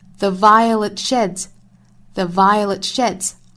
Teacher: violet 尾部的 t 略掉